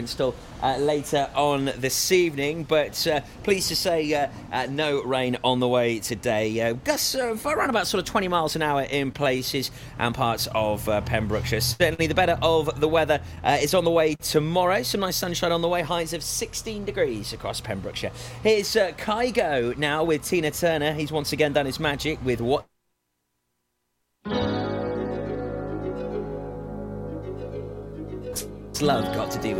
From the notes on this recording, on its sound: live at the Grand Re-opening of Hasty Bite Cafe, Pembroke Dock